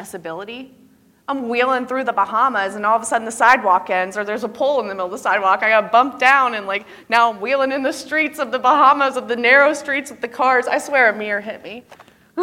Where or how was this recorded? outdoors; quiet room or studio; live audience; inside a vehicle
live audience